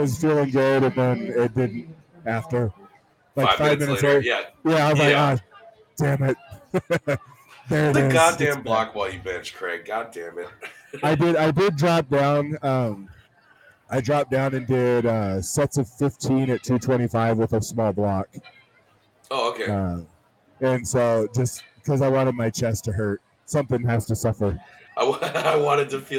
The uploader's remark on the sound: Live from #crownmountain